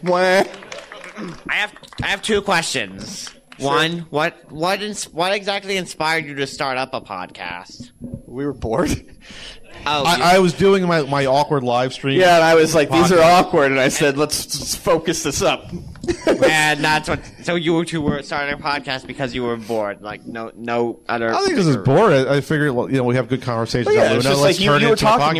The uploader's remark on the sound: An audience Q&A - recorded LIVE at Long Island Retro Gaming Expo!